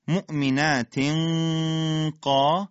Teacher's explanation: اخفاء تنوین در حرف قاف مع الغنه